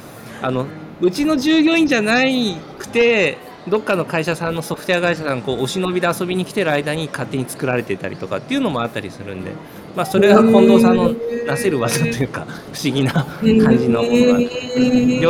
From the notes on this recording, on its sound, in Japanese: 公開収録スモールワールズ東京。